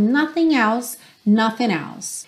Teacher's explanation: você pode aproveitar o próprio N e já ligar na próxima palavra